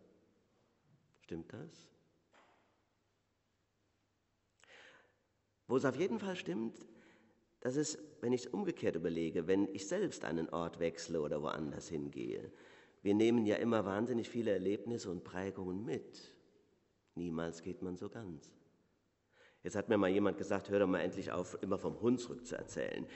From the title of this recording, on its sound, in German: Predigt Pauluskirche